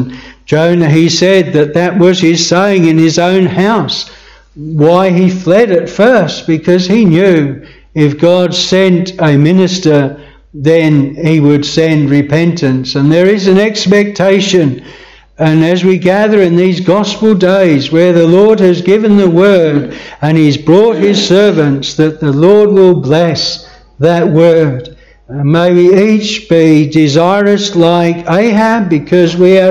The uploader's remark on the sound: This sermon was preached at Bethel Chapel Luton.